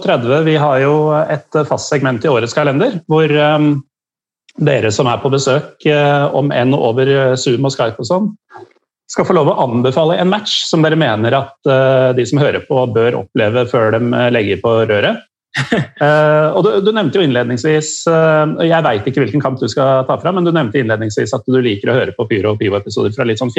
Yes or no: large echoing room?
no